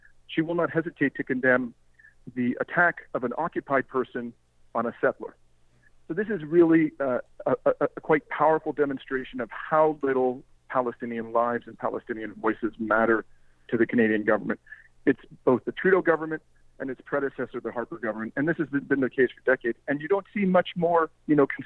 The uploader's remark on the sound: joined me on the phone to explain more